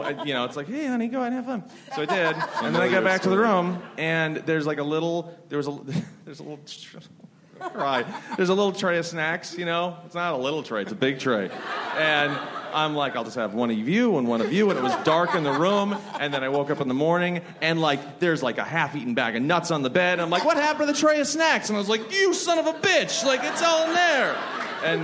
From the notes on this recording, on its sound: Recorded at ATX Television Festival on June 12, 2016.